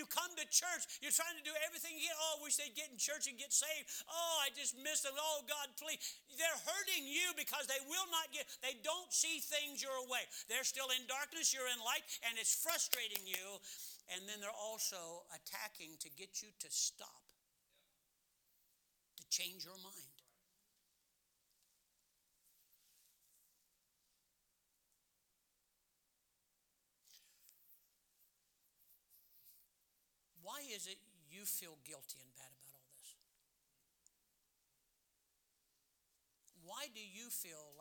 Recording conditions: large echoing room